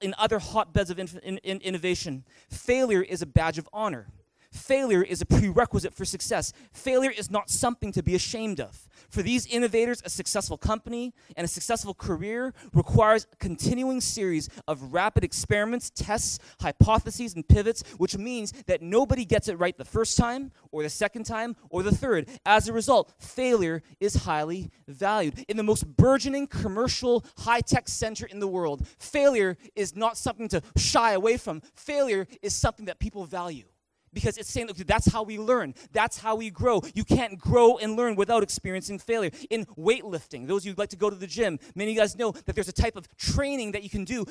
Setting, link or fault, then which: setting, large echoing room